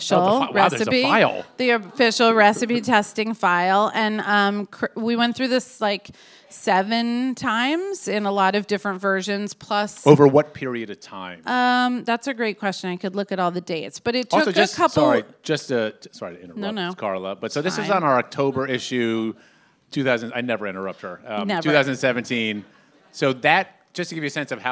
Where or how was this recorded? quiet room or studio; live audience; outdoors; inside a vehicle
live audience